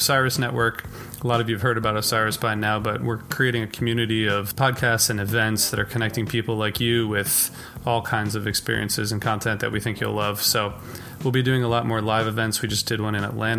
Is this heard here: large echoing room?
no